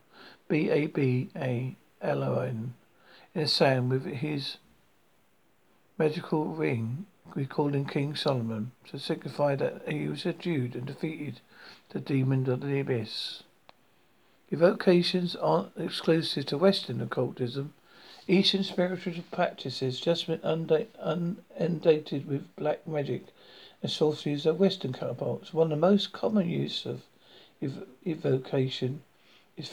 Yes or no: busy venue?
no